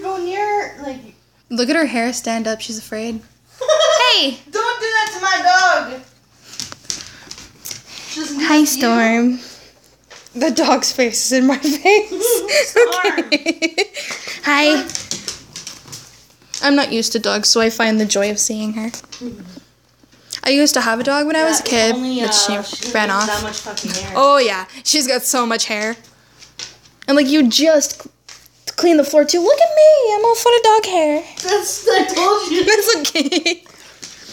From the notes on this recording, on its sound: not the right mic but will get one soon